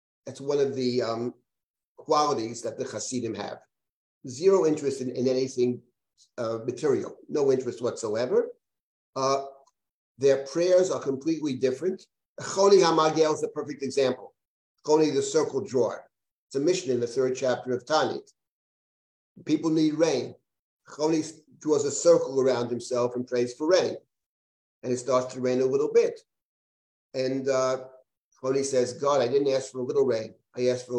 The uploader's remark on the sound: This audio was originally captured from Zoom.